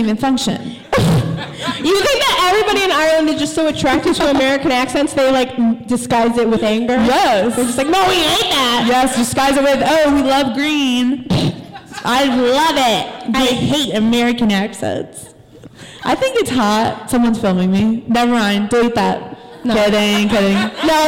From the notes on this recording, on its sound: The first ever crushes live show was recorded in January of 2020